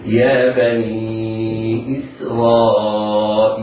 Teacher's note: على القارئ أن يهتم بإظهار كسرة همزة إسرائيل وترقيق السين · Term: سين مرققة